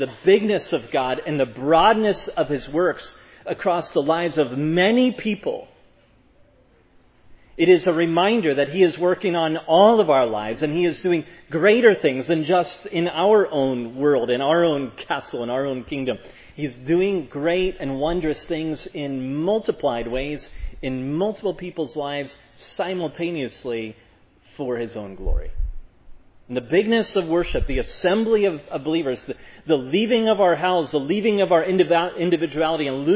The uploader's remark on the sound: Preached at Providence Church on Sunday, May 22, 2022. This sermon on Psalm 122 was preached at Providence Church.